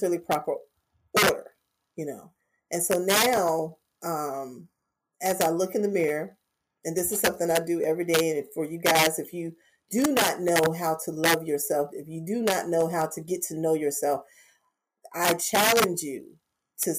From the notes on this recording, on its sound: Please note: There were some distortions with sound in this episode. Some of the sound challenges presented.